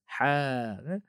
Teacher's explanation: Dari tengah-tengah kerongkong atau tengah tekak, situlah dia. Huruf Ain dengan ha yang pedas.